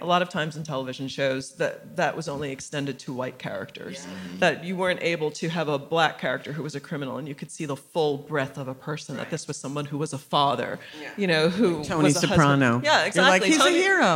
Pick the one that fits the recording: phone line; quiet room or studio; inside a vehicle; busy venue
busy venue